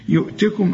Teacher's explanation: يؤتكم أدي الميمة إيه؟ ساكنة فما تغنهاش